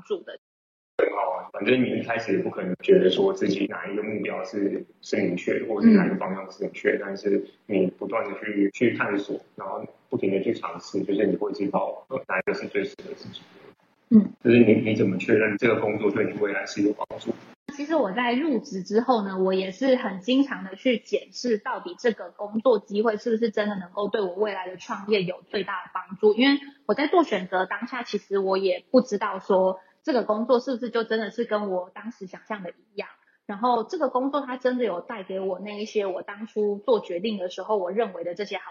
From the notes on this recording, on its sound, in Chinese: 因疫情關係遠端錄音，追求完美音質者可以不要聽沒關係